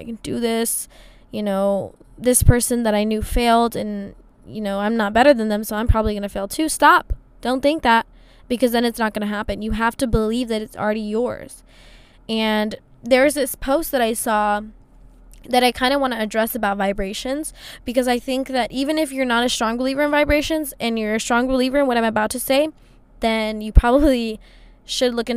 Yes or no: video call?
no